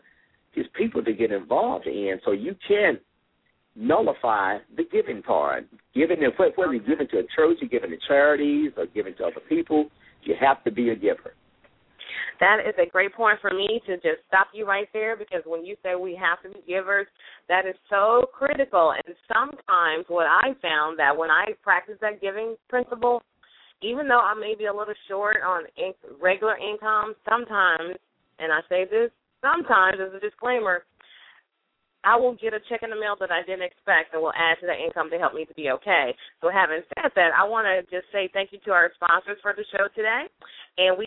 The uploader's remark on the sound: LML uses a progressive live call in format.